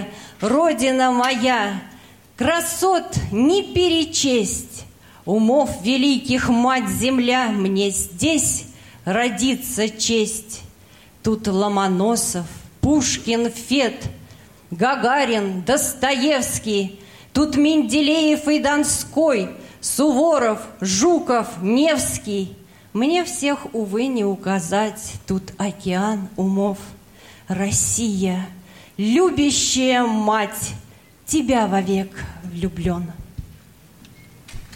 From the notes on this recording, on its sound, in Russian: Концертный зал Радио ВОС. Аудиозапись концерта.